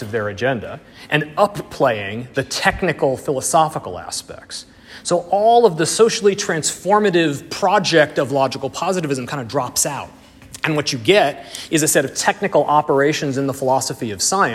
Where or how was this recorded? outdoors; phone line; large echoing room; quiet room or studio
large echoing room